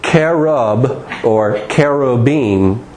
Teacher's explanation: the pronunciation would be more with a K sound. There really isn't a ch sound in Hebrew.